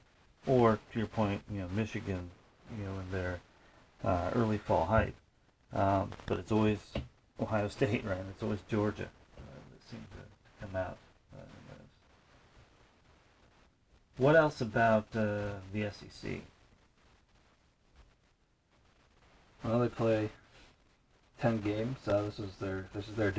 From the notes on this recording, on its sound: The sound kinda blows. That is why the sound is, as stated on Beavis and Butthead....Raw and Vital.